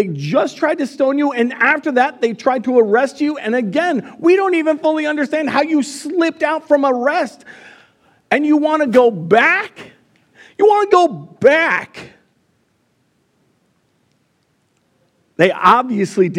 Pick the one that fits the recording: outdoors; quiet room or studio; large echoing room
large echoing room